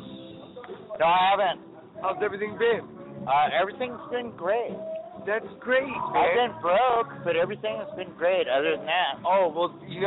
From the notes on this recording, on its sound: Broadcasting live from the old Towne pub in Pasadena! Night three of the Old Towne Rising fest!